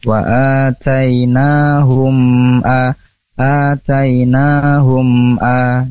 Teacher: Mim sukun bertemu dengan hamzah, itu nama hukumnya adalah izhar syafawi. Jelas mimnya dibaca, tapi tanpa mengurangi sifat tawasudnya.